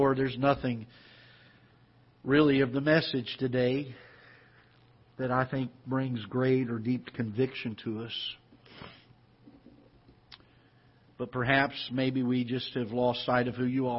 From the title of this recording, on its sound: Ketha Heights Baptist Church ~ Live Broadcast